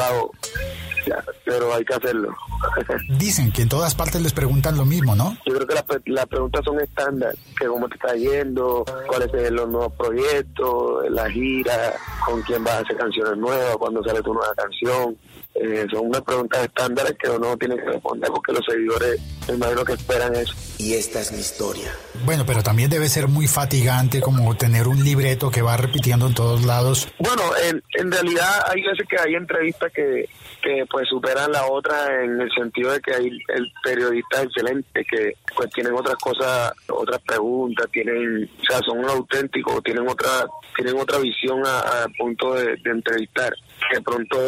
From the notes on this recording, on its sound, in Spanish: Una entrevista telefónica en podcast para conocer más y mejor al cartagenero.